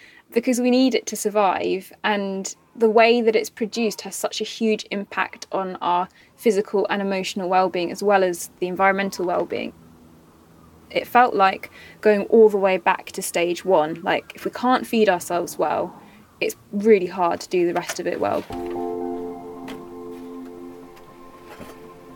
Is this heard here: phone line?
no